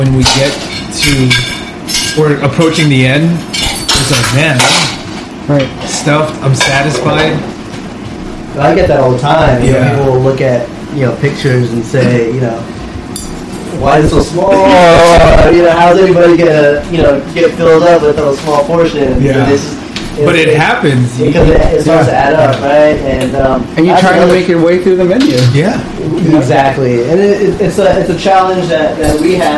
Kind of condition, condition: fault, sounds in the background